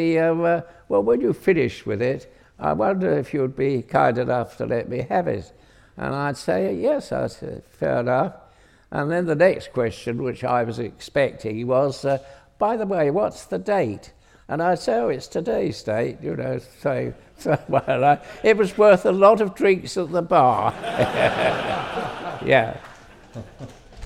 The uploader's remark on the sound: on stage at We Have Ways Fest